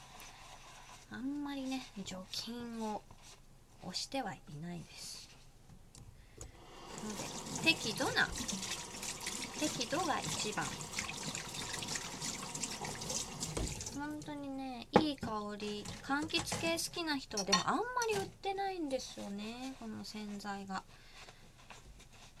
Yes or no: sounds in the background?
yes